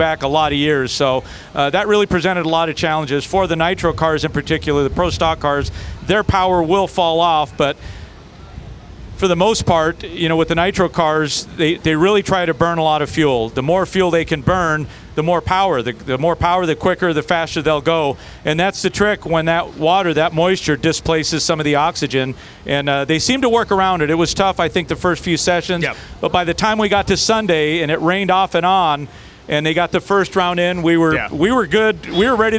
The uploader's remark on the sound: Live from the pits in Brainerd